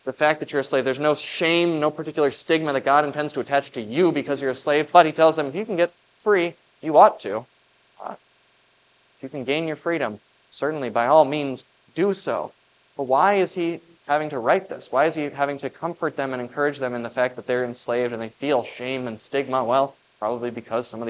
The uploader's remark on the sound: preached at Grace of God Lutheran on June 18, 2023.